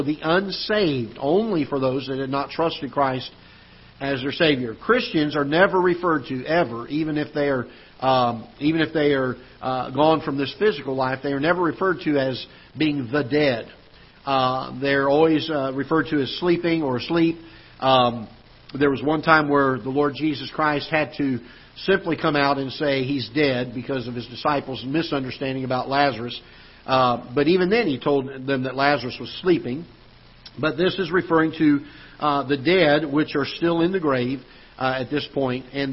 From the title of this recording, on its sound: Ketha Heights Baptist Church ~ Live Broadcast